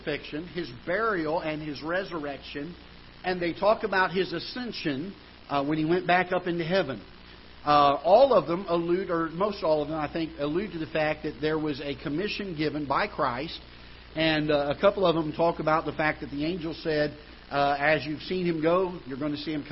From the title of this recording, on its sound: Ketha Heights Baptist Church ~ Live Broadcast